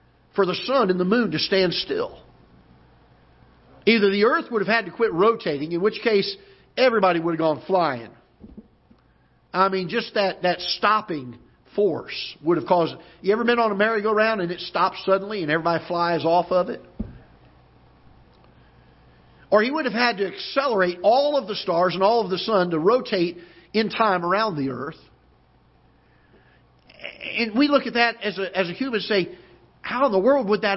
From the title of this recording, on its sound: Ketha Heights Baptist Church ~ Live Broadcast